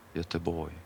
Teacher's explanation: the G is sort of its own little syllable there at the end, soft little.